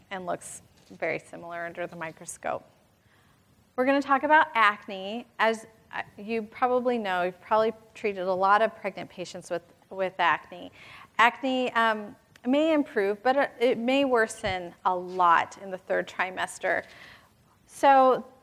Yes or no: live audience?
yes